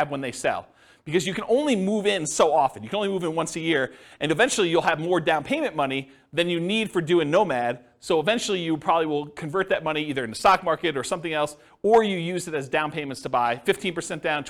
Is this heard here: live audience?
yes